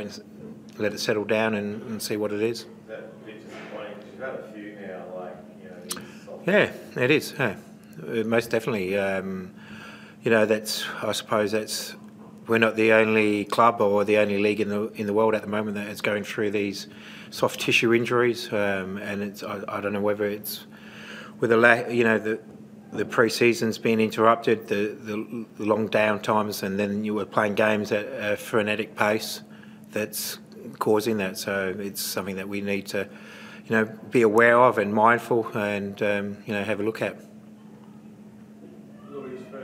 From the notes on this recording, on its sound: Post-match Press Conference.